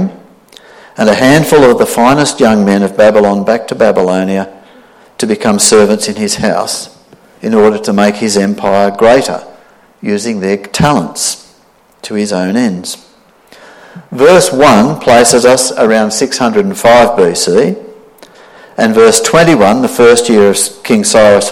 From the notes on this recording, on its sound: This sermon was preached on the 8th of January 2023 at all services of Helensburgh and Stanwell Park Anglican Church.